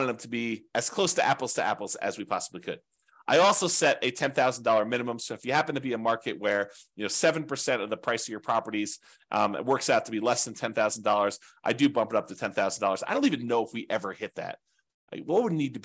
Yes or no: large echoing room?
no